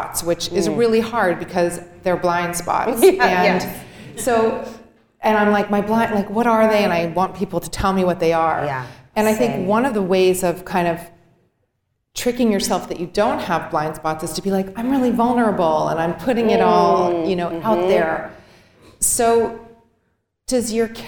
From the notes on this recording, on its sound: Sat down in front of a live audience.